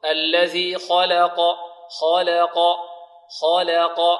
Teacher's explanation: وهنا ملاحظة أخرى في اللام عند ترقيقها، اللام مفتوحة فلا بد من فتح اللام فتحة متوسطة، الفتح المعروف عند العرب